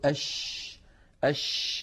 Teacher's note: كذلك الشين حرف رخو، رخو يعني يجري معه الصوت كما مر معنا أيضا في صفات الحروف. فلما نقول أش نجد بأن الصوت يمتد، فالشين يجري معها النفس ويجري معها الصوت، فهي مهموسة رخوة · الشين حرف يخرج من وسط اللسان كما مر معنا في بحث المخارج، والشين لها صفات عديدة، فهي بالنسبة للصفات التي لا ضد لها تتصف بأنها مهموسة، يعني يجري معها النفس، لأنها من حروف سكت فحثه شخص، سكت فحثه شخص، شخص فيها حرف الشين. فلما نقول أش أش نجد بأن الهواء يتدفق مع حرف الشين، فالشين يجري معها النفس